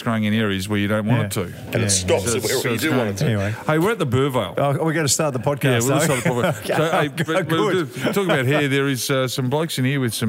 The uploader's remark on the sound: We're live in the pub today, having a couple of quiet beers. Live from the Burvale Hotel in Melbourne.